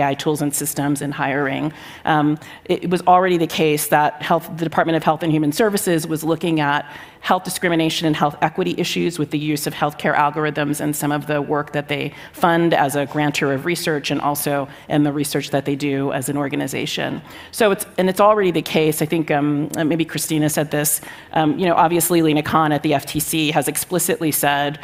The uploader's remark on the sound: Moderates the conversation and takes audience questions.